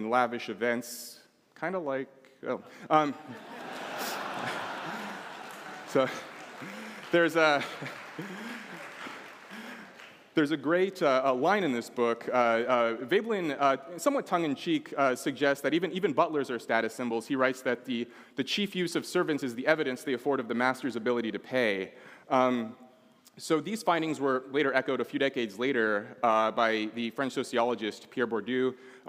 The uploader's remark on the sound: This talk was recorded live at the All-In Summit 2023 at Royce Hall on UCLA's campus in Los Angeles.